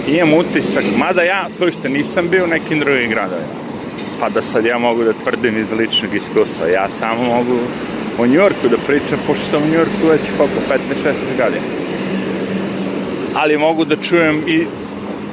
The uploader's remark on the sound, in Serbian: Šetnja Centralnim Parkom. Prelazak sa istočne na zapadnu stranu Njujorka kroz park. Jedna od najgorih stvari u Njujorku su sirene ambulanti, policije i vatrogasaca.